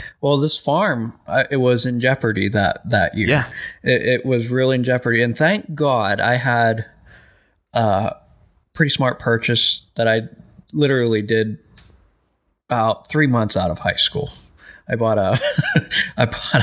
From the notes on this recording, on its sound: My new microphone kept buzzing a lot, so I apologize for the audio.